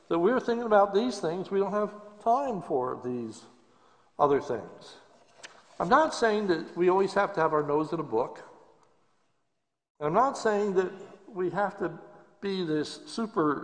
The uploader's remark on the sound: This is a sermon recorded live at Lebanon Bible Fellowship Church in Lebanon, PA on 12/13/2020 during the evening service.